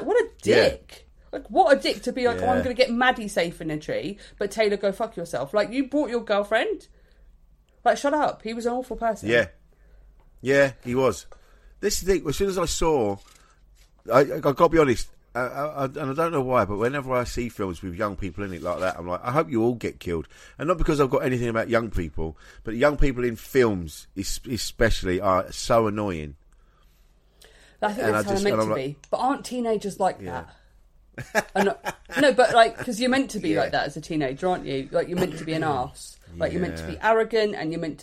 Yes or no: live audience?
no